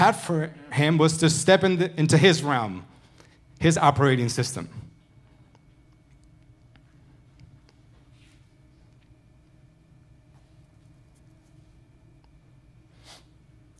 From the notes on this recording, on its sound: Recorded Sunday evening service at Reunion Hawaii